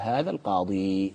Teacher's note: الأفصح والأكثر فيها أن تثبت الياء تقف عليها